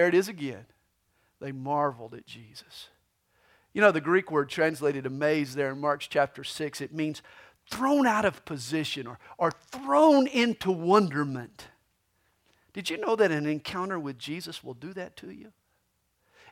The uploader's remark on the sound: This messages was recorded live during the 2010 Christmas Eve service at CalvaryCSM located in Lilburn, Georgia.